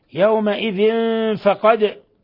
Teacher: تنوين كسر جاء بعده الفاء الحكم التجويدي إخفاء حقيقي. فقد قلقلة الدال لأنها سكنت فتقلقل.